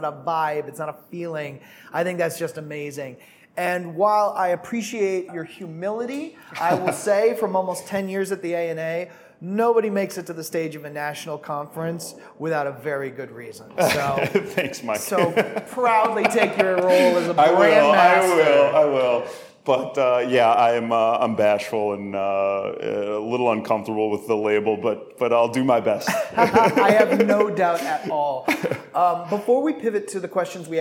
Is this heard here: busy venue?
yes